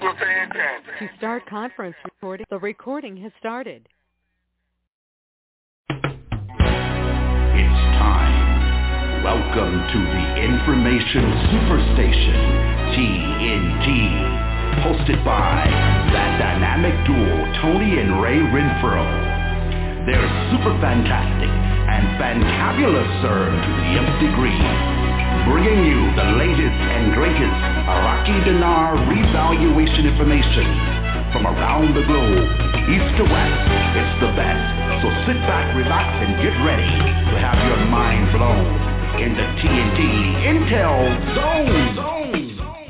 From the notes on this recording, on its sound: TNTSuperfantastic Conference Call.